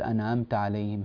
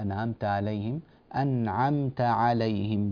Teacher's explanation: العين أعمق بقليل مما نطقت · Shown in: second take